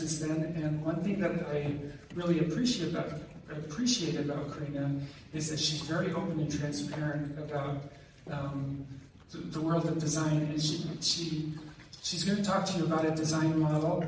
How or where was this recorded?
large echoing room